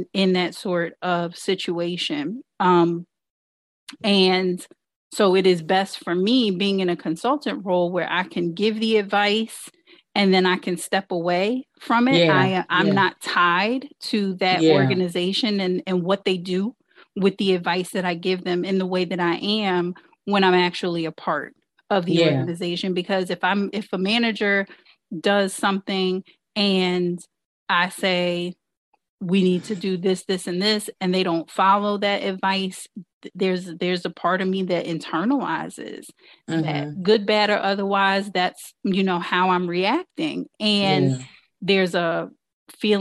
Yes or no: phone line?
no